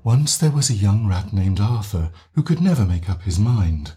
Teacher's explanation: that's quite a lot of airflow and not that much voicing. · Term: breathy, loose sound